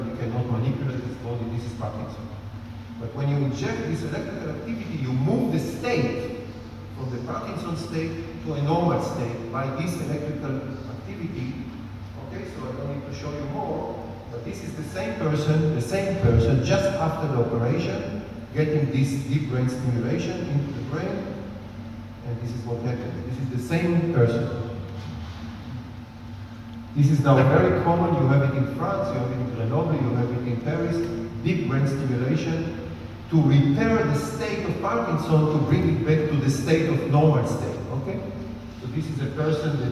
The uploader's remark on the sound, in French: Conférence "Art & Cerveau" à Nice. Diffusion de quelques extraits de la conférence "Art & Cerveau" organisée par l'UHJ France.